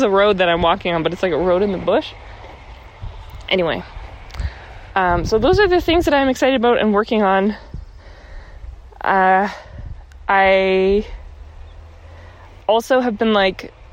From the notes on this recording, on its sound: Another walking episode!